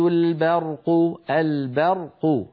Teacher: انظروا إلى كلمة برق، فيه مثلا فيه ظلمات ورعد وبرق، الباء هنا جاورت الراء والقاف المفخمتان، الراء مفخمة والقاف مفخمة والباء لا يصح أن تتفخم، فيكون هكذا في قلو يكاد البرق البرق أو فيه ظلمات ورعد وبرق، فلا بد من ترقيق الباء وتفخيم الراء.